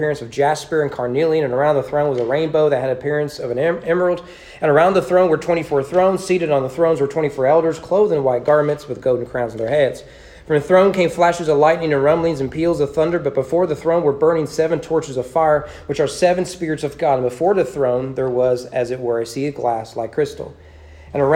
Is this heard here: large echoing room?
yes